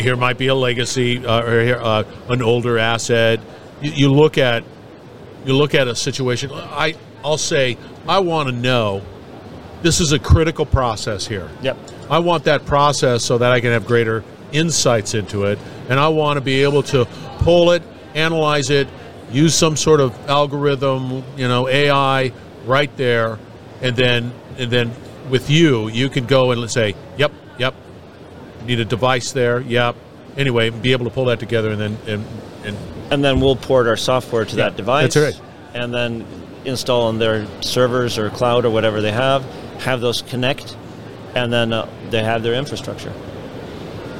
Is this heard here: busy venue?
yes